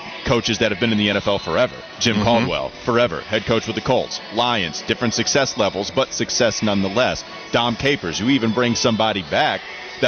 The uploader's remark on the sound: live from Spectrum Center for the annual Hornets Cornucopia event